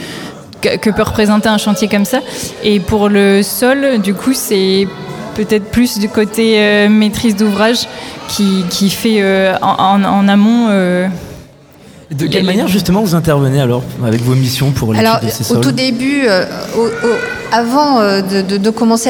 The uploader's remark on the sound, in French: En direct du nouveau chapiteau permanent Le Plongeoir